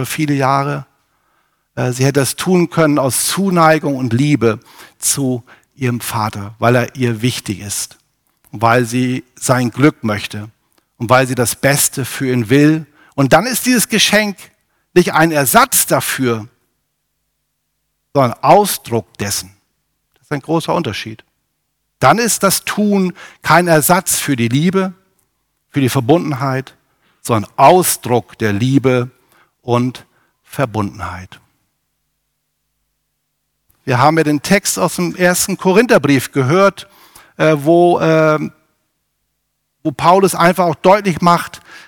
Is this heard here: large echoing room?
yes